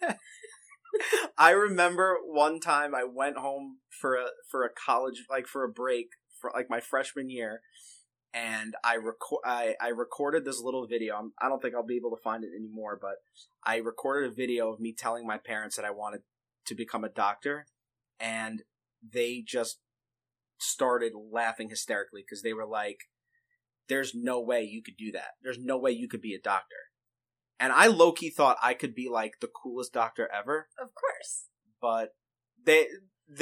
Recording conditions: poor sound quality